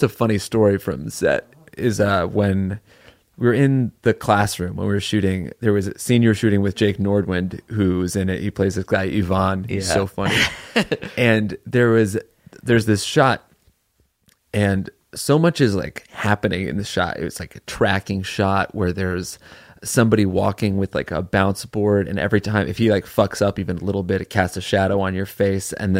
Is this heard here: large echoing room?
no